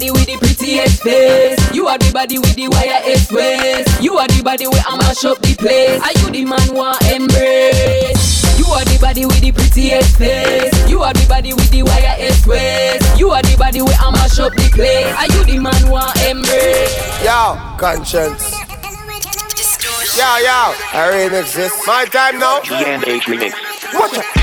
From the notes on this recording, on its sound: Raw Live DJ Set. During New Roots Vol.2 - Dancehall Reggae - BYOB in Kino - Cork City Ireland.